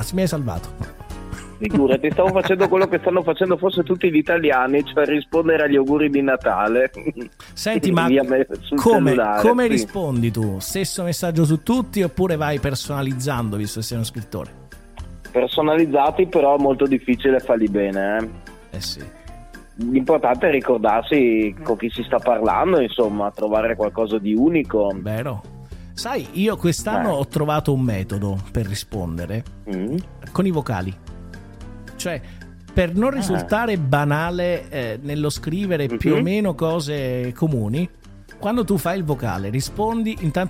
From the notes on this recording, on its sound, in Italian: al telefono